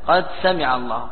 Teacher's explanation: هذا إدغام متقاربين صغير لكون الأول ساكن والثاني متحرك